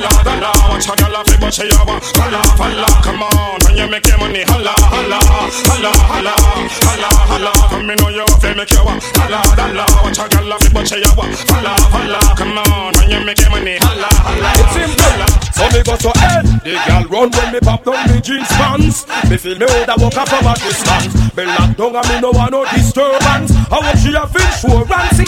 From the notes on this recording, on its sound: Festac NYC. Live Audio From Link Up Thursdays.